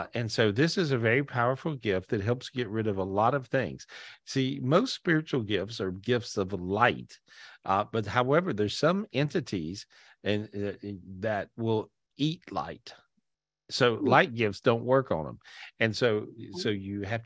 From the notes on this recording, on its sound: This was recorded LIVE on Zoom